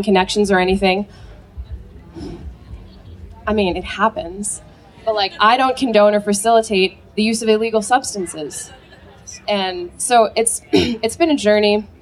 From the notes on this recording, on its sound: live 2017 talk at the Oregon Eclipse festival